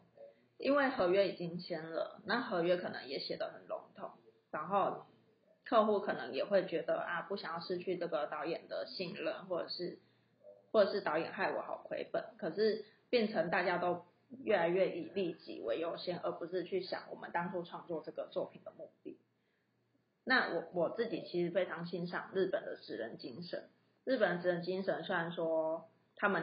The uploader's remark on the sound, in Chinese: 這一集是在一個電影工作室裡錄製的，所以效果有一點差